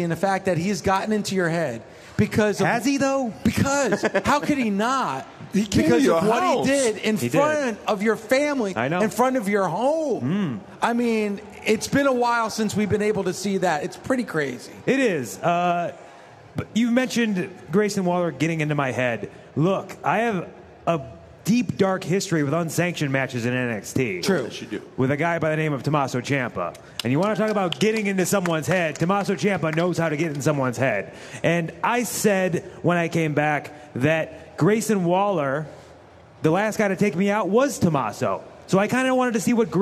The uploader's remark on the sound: LIVE from the LA Convention Center, as they prepare for WrestleMania weekend!